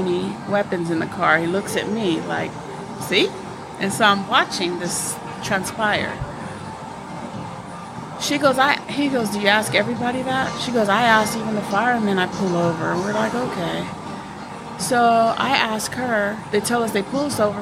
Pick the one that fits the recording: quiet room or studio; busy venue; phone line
busy venue